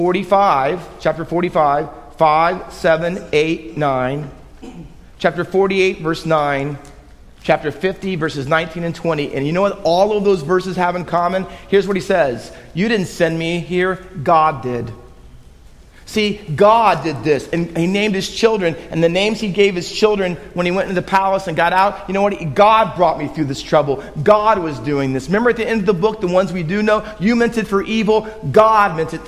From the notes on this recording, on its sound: Faith Baptist Church in Hamilton, NJ.